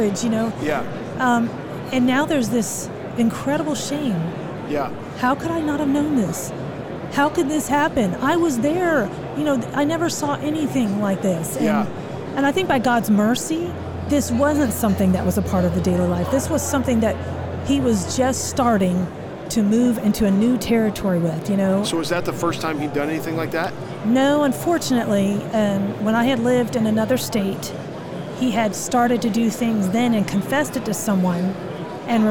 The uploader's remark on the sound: LIVE from NRB 2022!